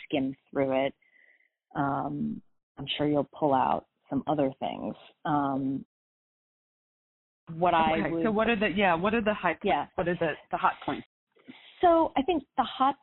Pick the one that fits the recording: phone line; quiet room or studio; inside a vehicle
phone line